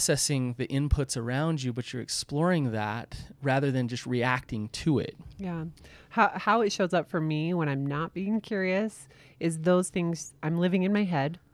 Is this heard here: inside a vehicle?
no